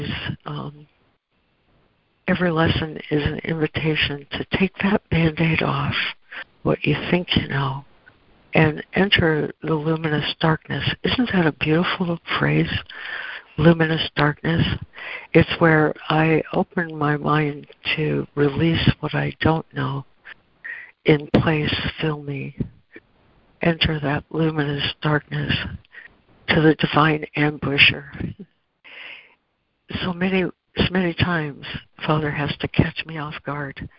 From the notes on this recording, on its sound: ACIM Daily Conference Call